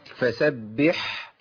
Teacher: رخوه بيجري فيها الصوت والكلمه كلها مرققه